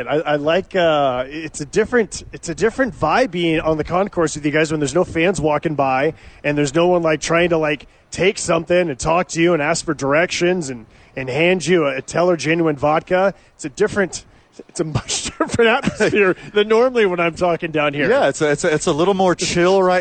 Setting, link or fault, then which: setting, outdoors